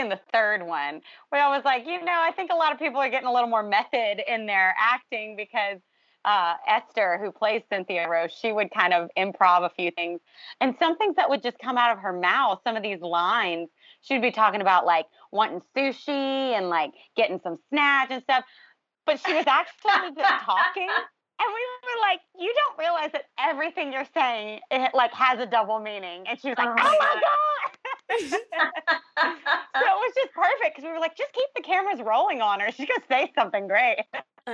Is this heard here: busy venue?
no